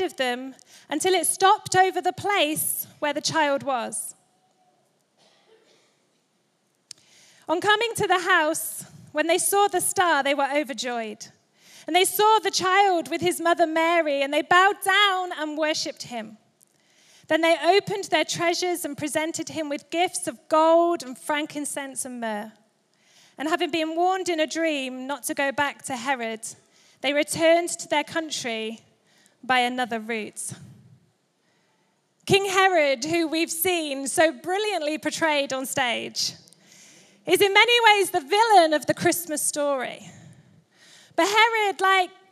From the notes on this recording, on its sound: Recorded live at Life Church on Sunday 17th December 2023.